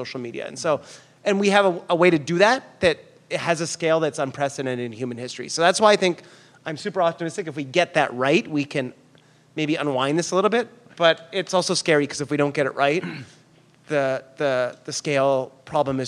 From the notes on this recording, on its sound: live in New York, at The Bell House, in Brooklyn